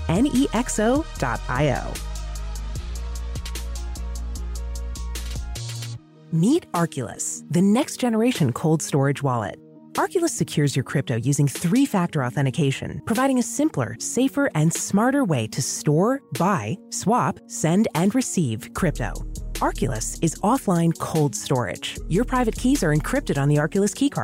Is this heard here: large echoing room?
no